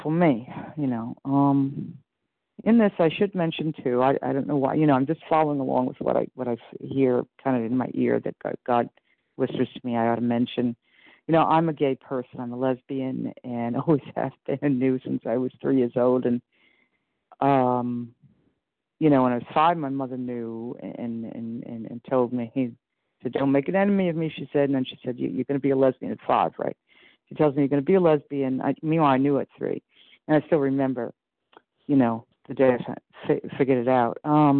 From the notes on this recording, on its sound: 100 Pounders Phone Meeting, 3/26/23